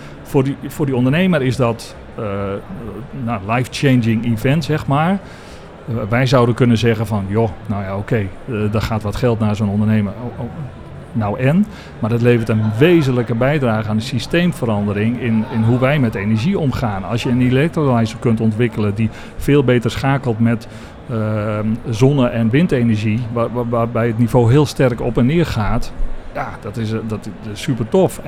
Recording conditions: busy venue